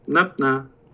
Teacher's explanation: It's also like the first A has high tone, so it's more prominent.